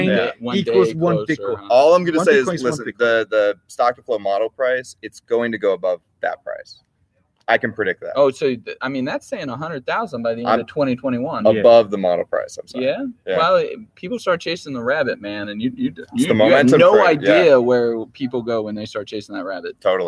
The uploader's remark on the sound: LIVE from Unconfiscatable! Recorded in Las Vegas, NV!